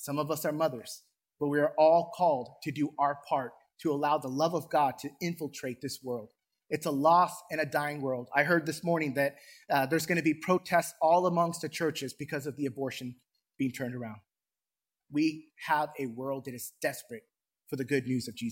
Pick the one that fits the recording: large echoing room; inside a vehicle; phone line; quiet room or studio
large echoing room